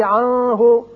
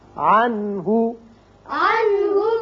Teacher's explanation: یہاں نون ساکن کے بعد ہا ہے، ہا حروف حلقی میں سے ہے، لہذا یہاں اظہار حلقی ہوگا، نون پر اظہار ہوگا · Shown in: second take